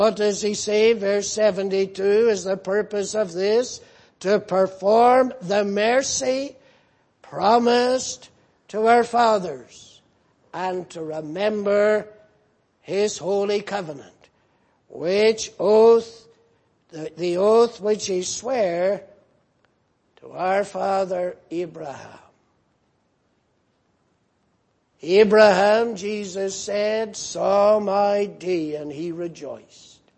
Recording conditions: large echoing room